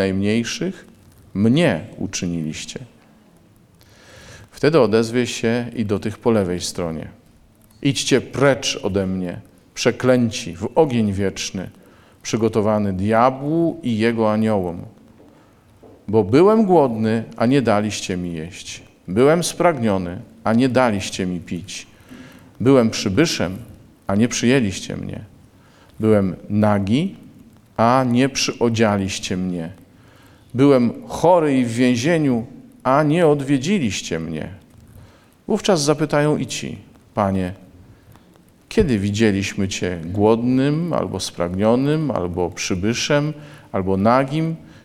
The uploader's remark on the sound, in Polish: Posłuchajcie nagrania dokonanego podczas mszy w dniu Koinonii, w Błotnicy!